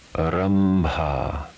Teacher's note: Followed by a labial consonant, pronounced m. · Term: anusvara